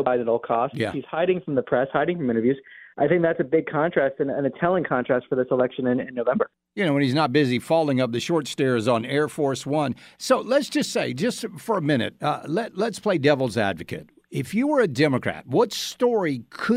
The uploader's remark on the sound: joined us on the phone